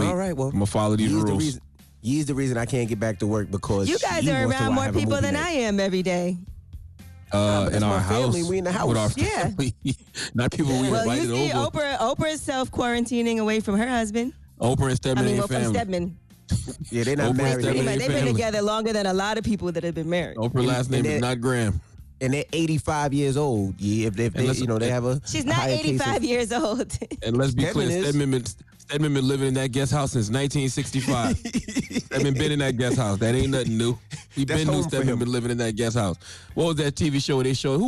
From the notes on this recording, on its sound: Call in to the show.